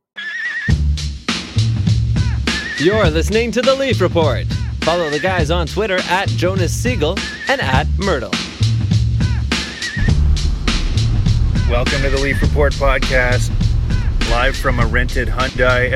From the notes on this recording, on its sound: With all flights to Toronto grounded. Record on the road back to the T-dot in a rental Hyundai.